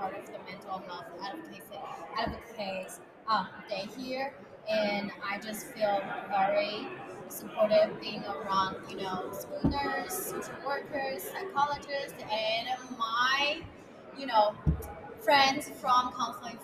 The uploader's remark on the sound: Live from the Kansas State Capitol. Live from Mental Health Advocacy Day at the Kansas State Capitol.